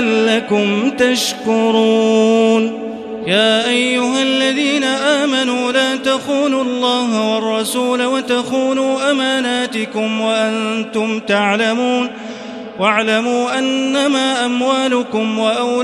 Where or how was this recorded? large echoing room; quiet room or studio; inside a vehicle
large echoing room